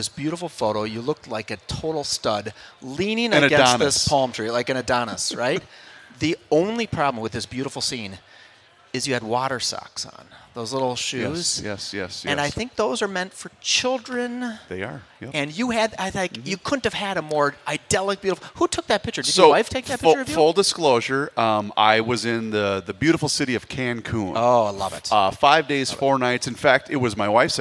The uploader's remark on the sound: live at the 2024 MN Golf Show